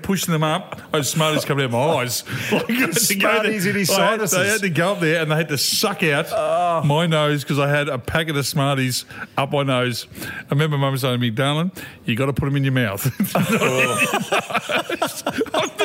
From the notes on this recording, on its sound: Another fun show, today live from the Emerald Hotel - always great when we do the show from a pub. Couple of quiet beers, bit of a chinwag, how good.